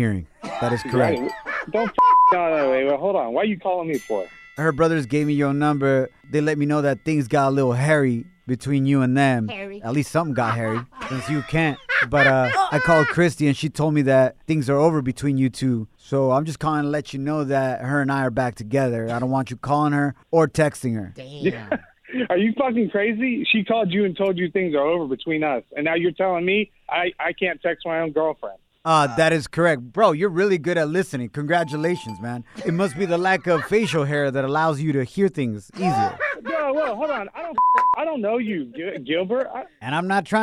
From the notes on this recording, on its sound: We opened up the phone lines and asked the listeners what their wedding regret is.